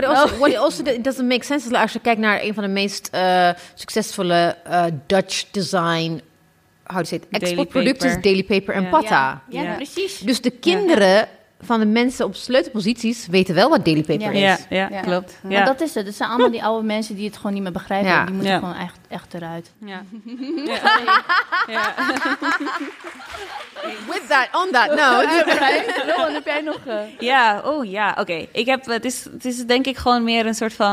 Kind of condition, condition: setting, live audience